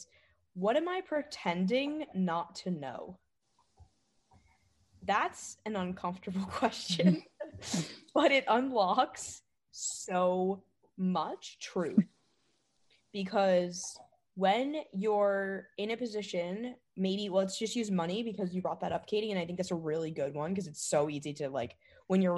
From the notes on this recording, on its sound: A recording of a recent group coaching call.